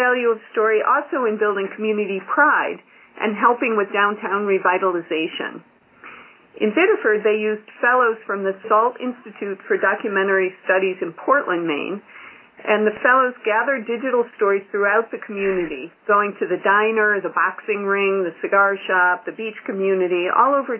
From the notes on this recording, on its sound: Call recorded on January 26, 2012.